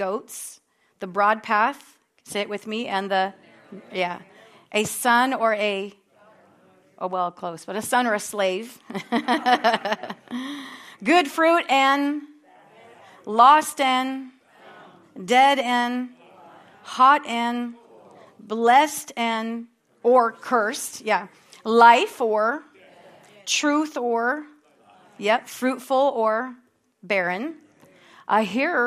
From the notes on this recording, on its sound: at Harvest Bible Church in Stockton, California.